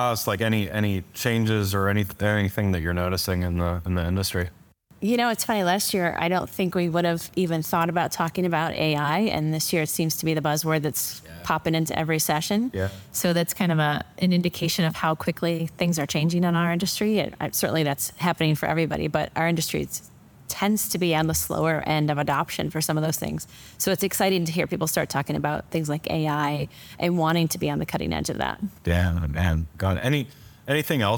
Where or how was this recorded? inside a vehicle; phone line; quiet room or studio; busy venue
busy venue